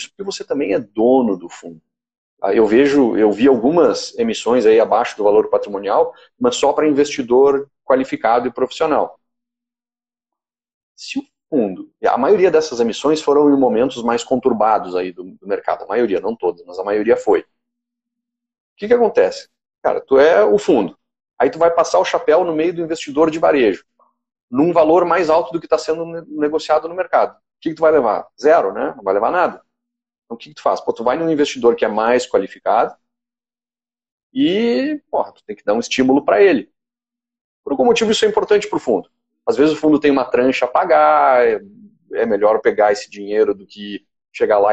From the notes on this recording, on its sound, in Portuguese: Áudio de uma entrevista (live) realizada no Instagram